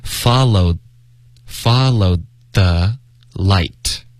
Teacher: followed 的的省略